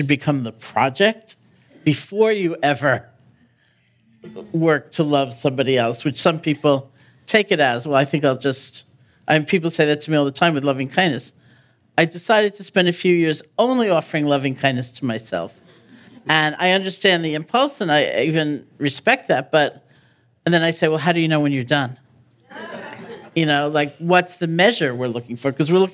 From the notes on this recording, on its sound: This conversation was recorded live at the JCC Manhattan in 2017.